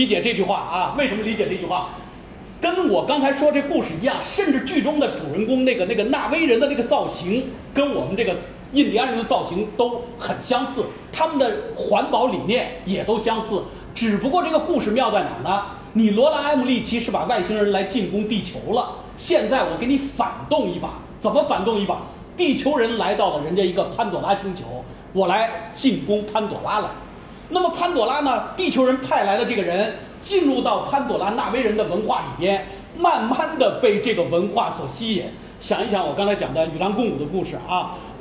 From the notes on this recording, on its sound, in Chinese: 应咪咕阅读邀请在福建文学沙龙讲影视的现场录音。